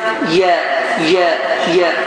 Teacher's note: Ərəb yesi isə dilimizin ortasını yuxarı damağa dəyirməklə